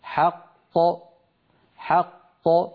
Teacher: القلقلة تكون للثاني منهما، لأن الأول مدغم يخرج بالتصادم بين طرفي عضو النطق · إذن القلقلة للقاف الثانية